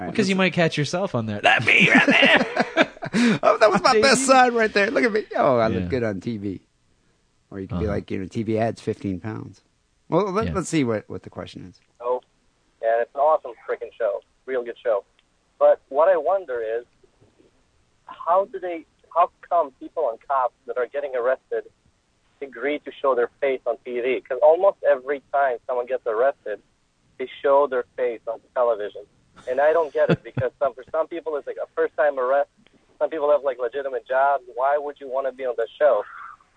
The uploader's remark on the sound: Phone calls